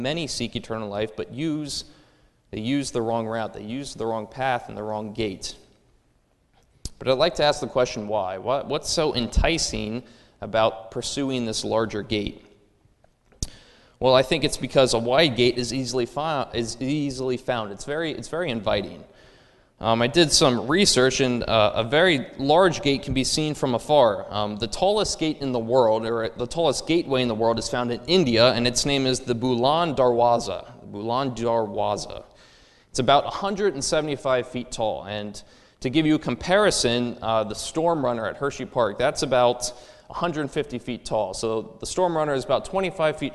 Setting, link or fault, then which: setting, large echoing room